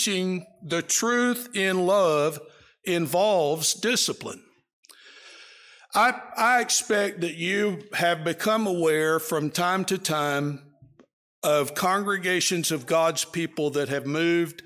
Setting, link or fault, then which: setting, large echoing room